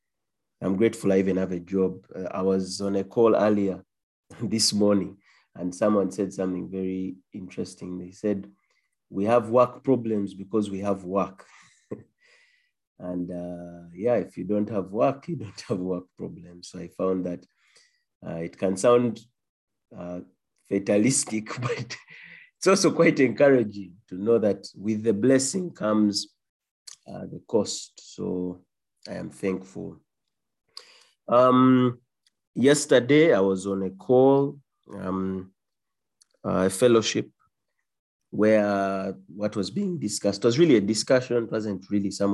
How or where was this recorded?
video call